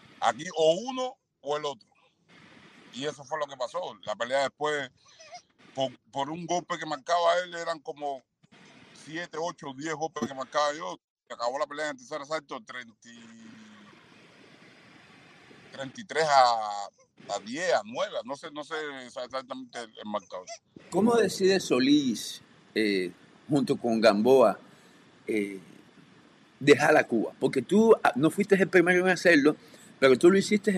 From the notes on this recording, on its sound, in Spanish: a pesar de la mala calidad del audio debido a problemas técnicos con la conexión